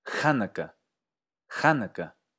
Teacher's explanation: en unas variantes donde el acento en la primera sílaba se volvía muy fuerte, las últimas dos sílabas se volvían neutras